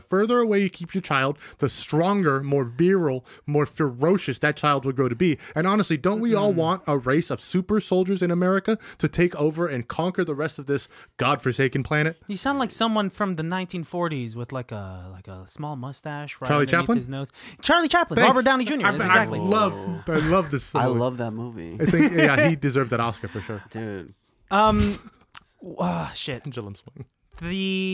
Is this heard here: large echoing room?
no